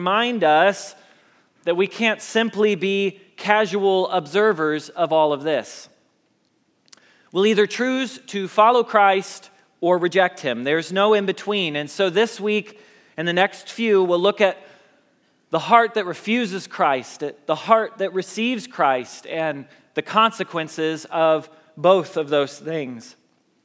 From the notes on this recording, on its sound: Message Preached at Valley Creek Church